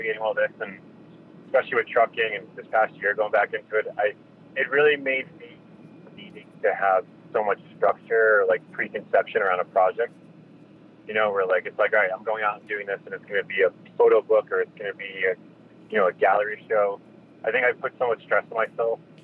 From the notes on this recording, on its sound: spoke while he was driving from Salt Lake City to Los Angeles